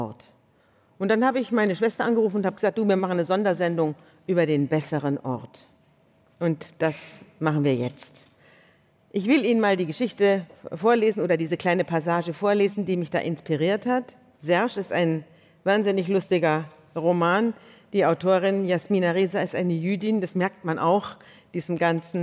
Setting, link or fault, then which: setting, live audience